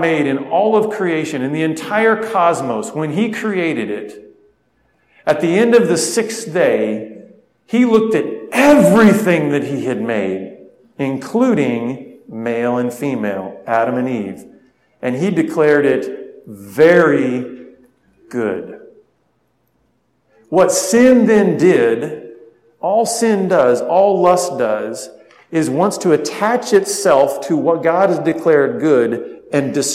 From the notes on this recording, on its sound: spoke at a men's conference